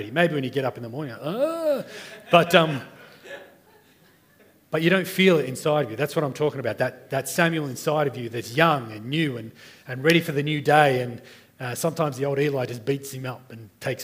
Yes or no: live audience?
yes